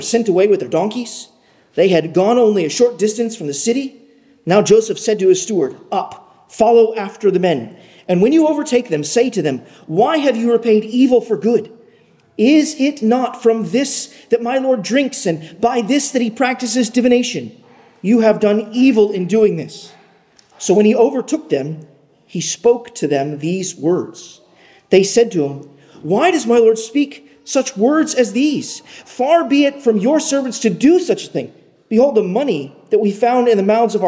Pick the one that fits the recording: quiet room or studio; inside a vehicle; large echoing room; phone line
large echoing room